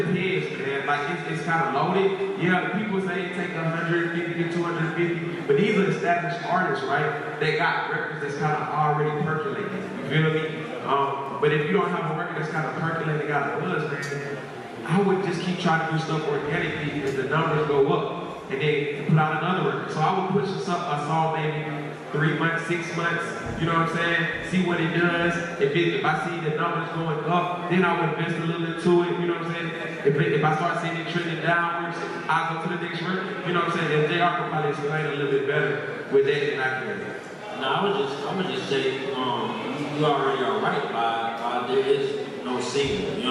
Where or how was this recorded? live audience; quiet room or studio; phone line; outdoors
live audience